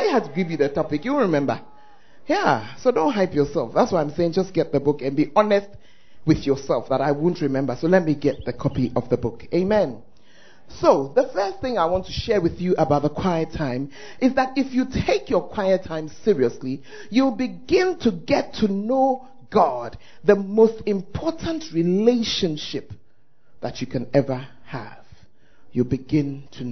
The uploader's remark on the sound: Preached At The First Love Center, Ayeduase